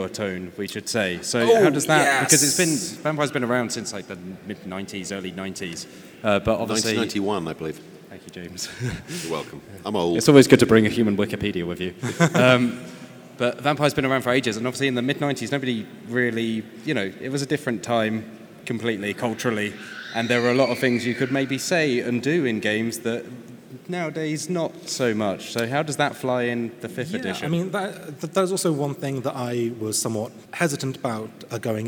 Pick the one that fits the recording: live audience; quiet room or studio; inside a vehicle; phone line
live audience